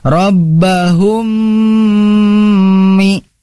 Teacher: Nah, kita sudah mengetahui barangkali yang pernah lupa, kita ingat-ingat mim bertemu mim itu harus ditahan atau didengungkan sebagaimana dalam kaidahnya itu adalah idgham mimi. Ketika mim bertemu mim, mimnya itu yang pertama diidghamkan, kemudian digunahkan, maka ditahan dibacanya.